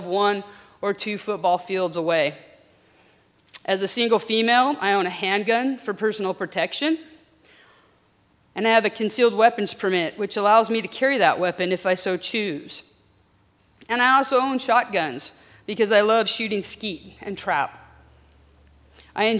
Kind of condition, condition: setting, large echoing room